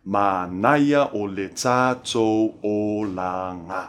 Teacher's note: rhythmically, the nai of ma'anaya and the ta of ta-to are on the beat of the music